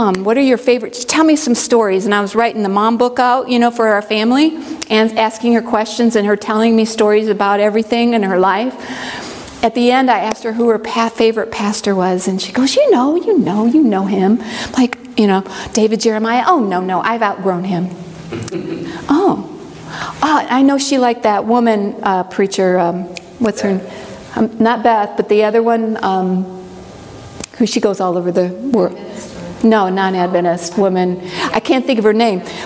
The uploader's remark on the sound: presentation from the Bible study training track at the 2023 Propel Conference